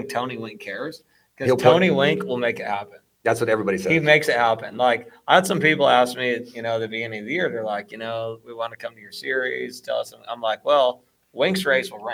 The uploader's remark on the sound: Tonight's show comes to from interviews done at the Justin Brayton Shootout. At the shootout at pole position raceway Grimes, Iowa.